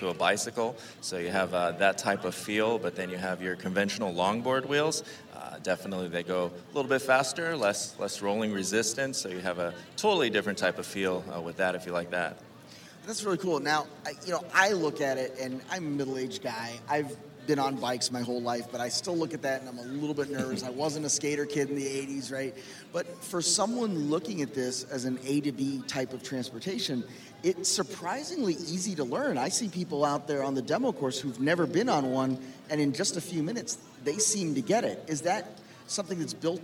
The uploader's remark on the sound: LIVE from LONG BEACH